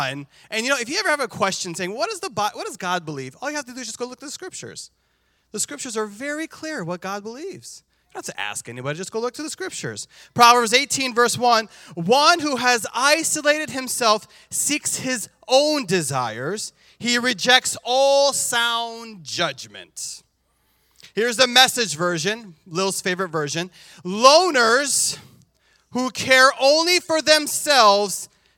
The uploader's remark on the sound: This JAT was recorded live on October 2nd, 2022 at Newark United Pentecostal Church.